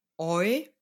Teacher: dass wir bei dem Diphthong eu auf dem geöffneten o anfangen